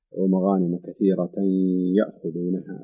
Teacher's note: يكون إدغام، إدغام كإدغام ناقص بحيث أن يكون هناك إظهار الغنة عند نطق هذا الحرف بمقدار حركتين